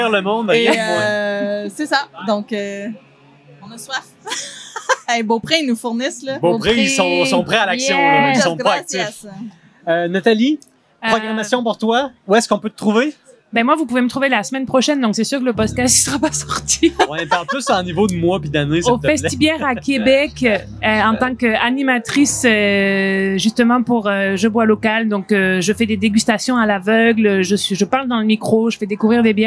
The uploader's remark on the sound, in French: nous nous retrouvons à Québec lors du Festival des Brasseurs et des Artisans de Québec, édition 2023